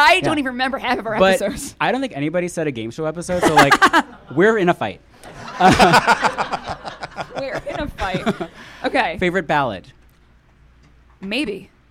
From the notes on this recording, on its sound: Recorded in front of a live audience. Live from Las Vegas!